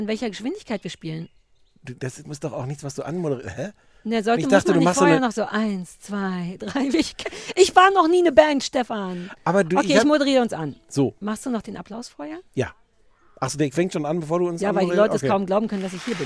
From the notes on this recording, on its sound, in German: mit einer Open-Air-Folge